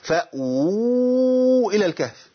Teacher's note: عندي واو مضمومة والضمة من جنس الواو، وجي بعديها واو صغيرة دي تمكين، وجي بعديها همزة، يبقى ده مد ايه؟ · Term: مد تمكين